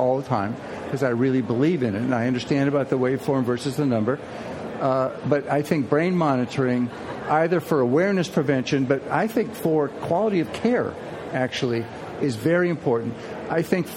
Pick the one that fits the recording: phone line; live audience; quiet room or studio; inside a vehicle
live audience